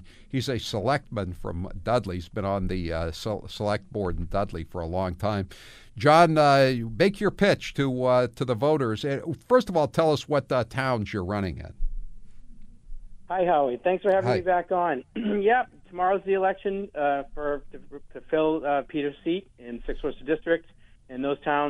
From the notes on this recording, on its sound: listeners call